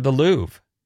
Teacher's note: There's technically a little rah at the end.